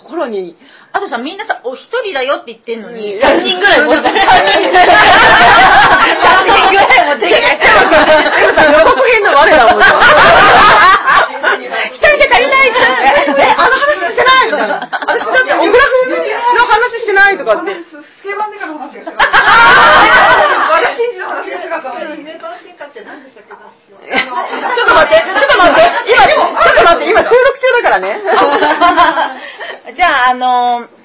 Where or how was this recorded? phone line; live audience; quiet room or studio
live audience